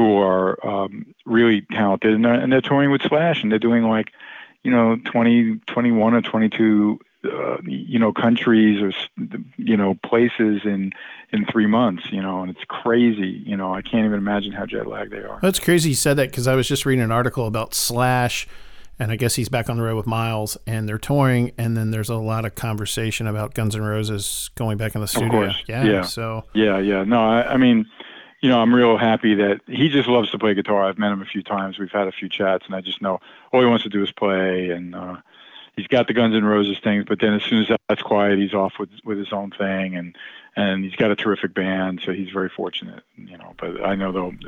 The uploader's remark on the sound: calls into the ROCK LINE